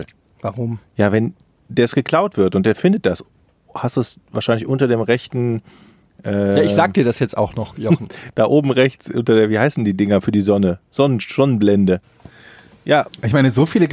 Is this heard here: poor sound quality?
no